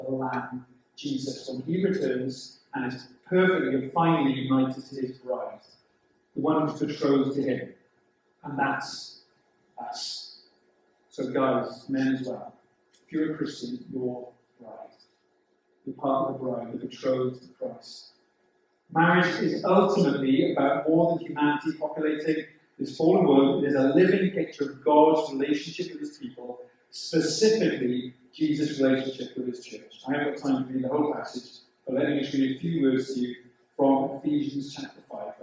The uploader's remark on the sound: The sound quality of this recording is quite poor.